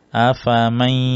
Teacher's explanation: Selanjutnya afamai idgham bi gunnah ya, ada gunnahnya afamai, jadi harus masuk ke hidung ya iyanya afamai ya, jadi harus masuk ke hidung karena bi gunnah